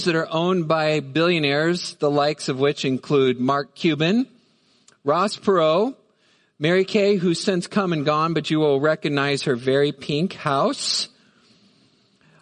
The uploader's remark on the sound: Midland Evangelical Free Church Sermon Audio